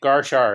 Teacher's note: It almost sounds like both of the syllables are emphasized at the same time.